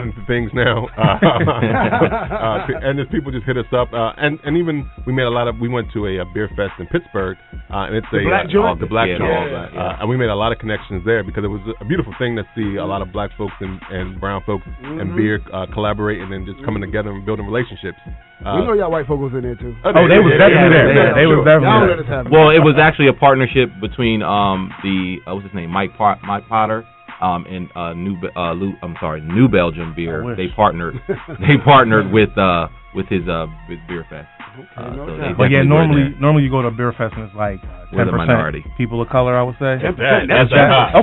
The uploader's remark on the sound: visits Bellefonte Brewing Company in Wilmington, DE